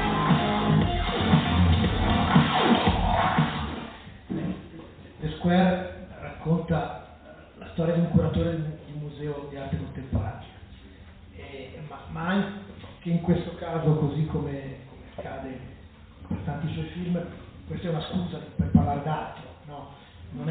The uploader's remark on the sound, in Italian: Registrata live al Joshua Blues Club di Como. Ci scusiamo per la qualità dell'audio, ma è una sorta di bootleg della serata.